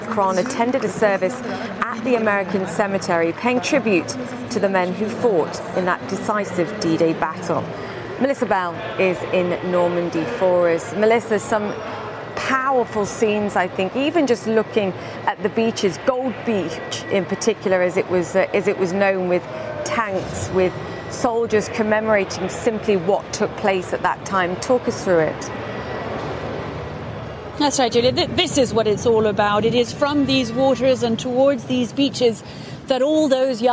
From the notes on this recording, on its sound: live from the New York Stock Exchange